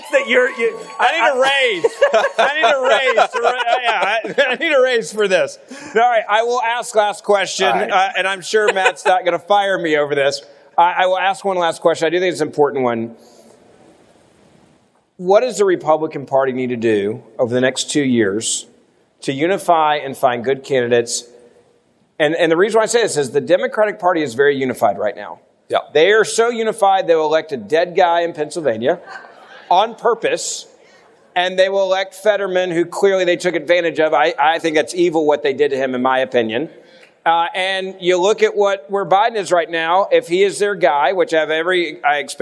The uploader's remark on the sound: Live at CPAC